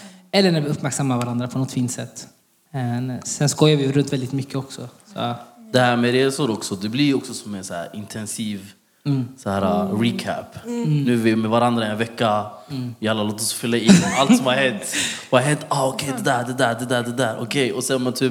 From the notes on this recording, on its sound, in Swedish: Detta firar vi med en livepodd där vi har bjudit in världens bästa publik, och dunder gäster!